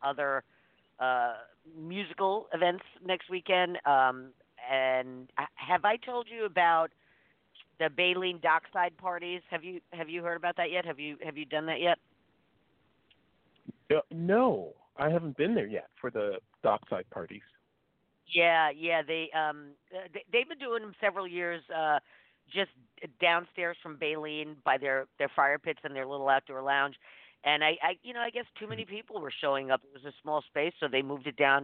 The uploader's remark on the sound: This morning on The South Bay Show: South Bay Spotlight, we're opening up the phone lines.